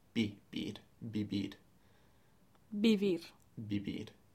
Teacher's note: So it's actually a little bit in between B and a V. It's quite a soft B.